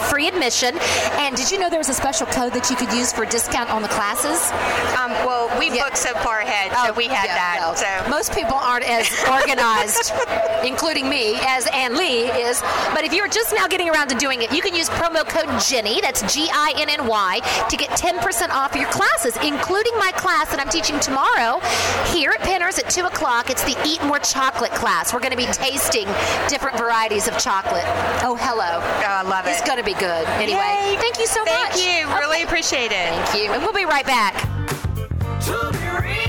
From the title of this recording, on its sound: LIVE! from The Pinners Conference in Atlanta!